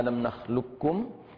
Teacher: المرسلات، كلمة واحدة أجمعوا على إدغام القاف في الكاف، ألم نخلقكم، إدغام كامل في القاف مع الكاف في ألم نخلقكم